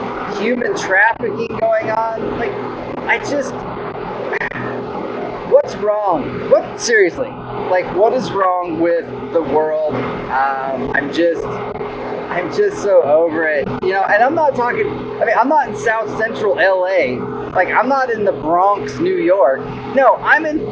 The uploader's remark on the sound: Update 1 from the road. Please excuse the poor audio quality. He gives you his thoughts as he travels.